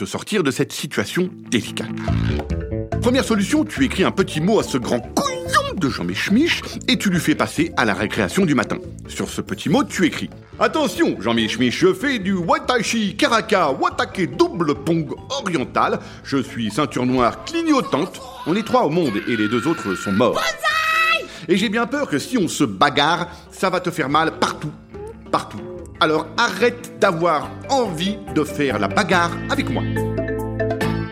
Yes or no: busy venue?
no